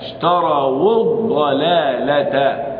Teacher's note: عندما أقف على الواو هذه أقول اشتروا بواو إيه ساكن